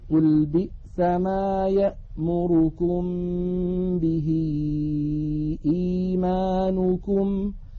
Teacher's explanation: الميم الأخيرة من كلمة إيمانكم ففيها غنة قليلة وهي غنة ناقصة